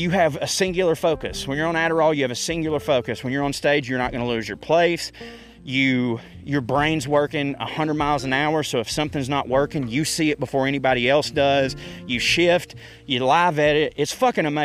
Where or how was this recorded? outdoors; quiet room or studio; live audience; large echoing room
outdoors